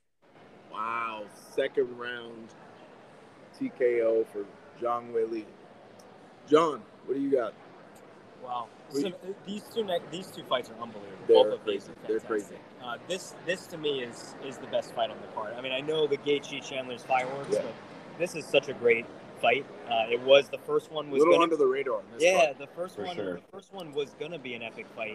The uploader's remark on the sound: LIVE FROM MSG